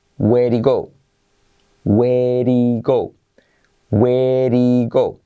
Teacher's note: Porque la H, la H se omite. Entonces en vez de he queda i.